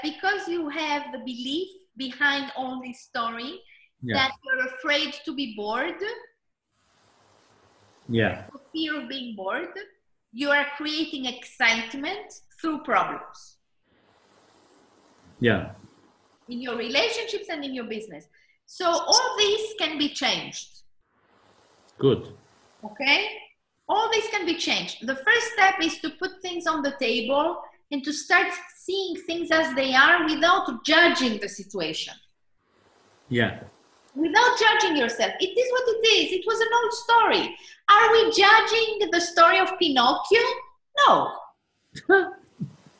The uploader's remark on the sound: This is a recording taken from my last webinar.